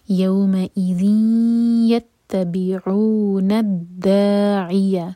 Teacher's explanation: ادغام غنہ کے ساتھ، 2 سیکنڈس کا ٹائم دیا جائے گا اور ناک میں آواز لے جائیں گے